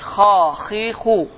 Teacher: qalın hərflərdəndir və məxrac xa, xi, xu. Yəni, boğazın əvvəlindən çıxır · Term: Xa hərfi